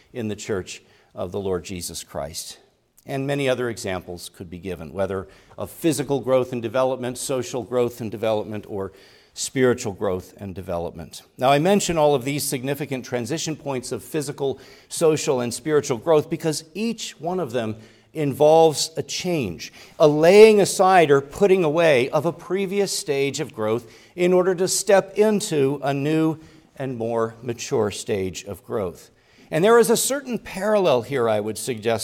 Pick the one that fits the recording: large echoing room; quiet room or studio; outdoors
large echoing room